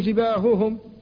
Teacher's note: فلذلك قال وصفي ها جباههم، الهائين في جباههم لا بد من تصفية الهاء فتخرجها من مخرجها وهو آخر الحلق، ومع ذلك تنطق بها مهموسة فلا تشعر بها. كذلك عليهم، فالهاء هنا أيضا لا بد أن تحذر من الجهر بها، فصفها أي أخرجها مهموسة.